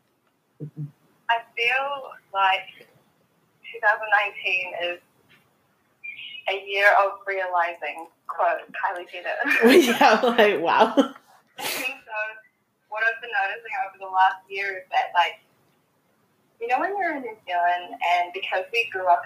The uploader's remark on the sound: Eavesdrop on my phone call. The audio quality is low.